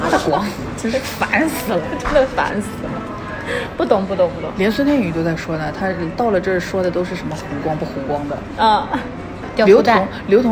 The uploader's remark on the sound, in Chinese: 第一次尝试边走边逛边录的形式。去张园的路上（室外录音）行脚节目。